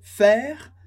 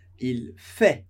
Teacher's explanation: Simplesmente sem o som do R do final. · Shown in: second take